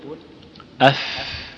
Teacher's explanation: يقول إن الفاء تخرج من بطن الشفة مع أطراف الثنايا المشرفة يعني العليا. يقول: أف، وينبغي الترفق فيها بحيث لا يلتصق الأسنان بالشفة التصاقا قويا فيذهب همسها، فيذهب همسها.